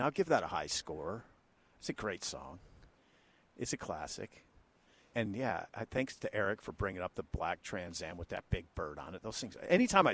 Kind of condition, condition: setting, busy venue